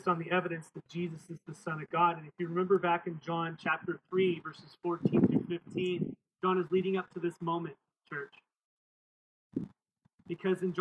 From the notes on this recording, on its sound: This message was recorded outdoors, so expect some wind noise.